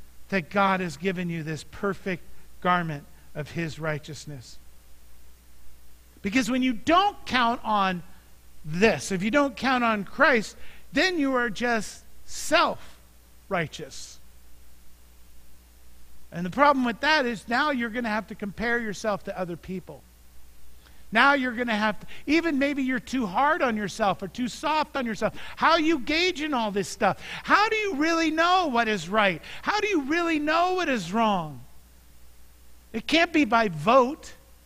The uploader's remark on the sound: Mt. Zion Church Live!